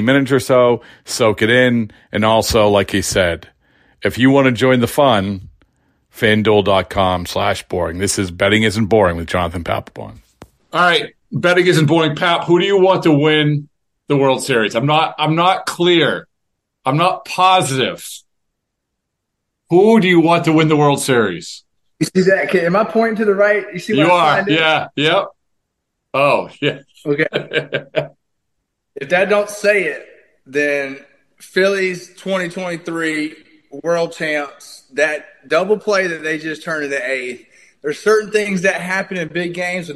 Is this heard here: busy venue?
no